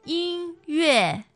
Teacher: So first and fourth tone.